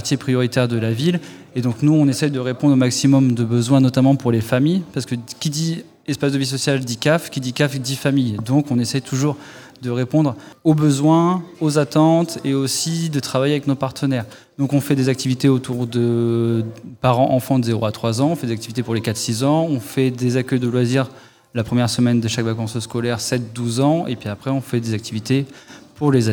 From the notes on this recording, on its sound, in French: en direct du l’évènement rétrogaming de la MJC